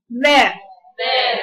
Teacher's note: خلي بالك تجيبي الذال اهو، التقي طرف اللسان مع اطراف السنان العليا.